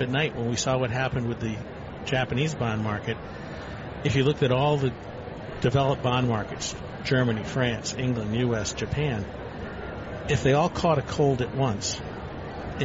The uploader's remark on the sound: Live from the 2016 US Tennis Open.